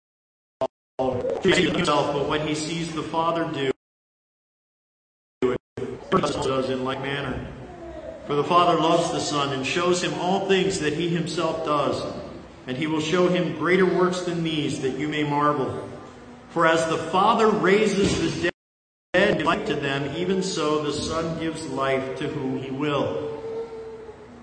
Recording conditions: live audience